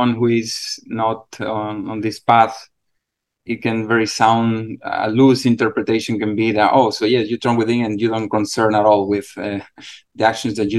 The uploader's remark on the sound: In a Zoom meeting